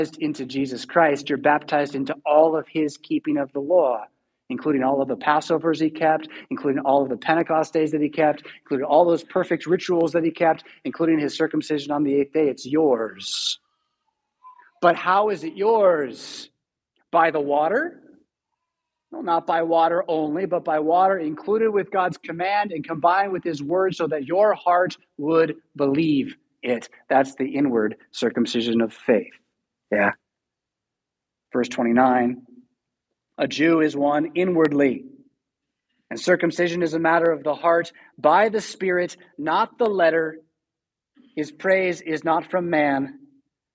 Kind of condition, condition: setting, large echoing room